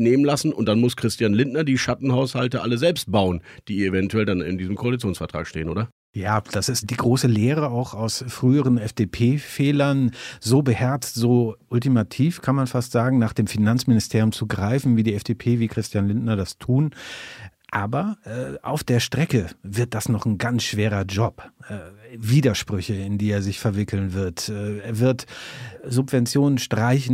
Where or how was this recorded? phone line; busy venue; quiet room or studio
quiet room or studio